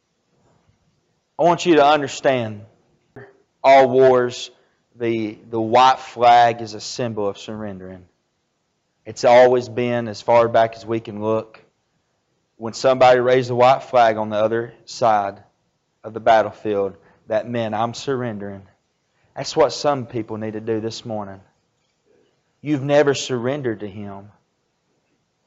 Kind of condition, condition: setting, large echoing room